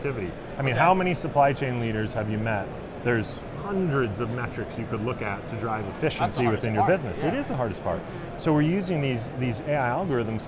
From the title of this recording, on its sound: Live From NRF